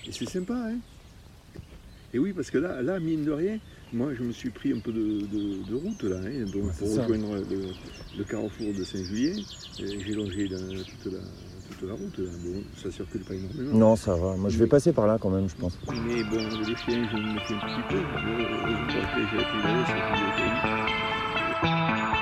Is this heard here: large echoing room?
no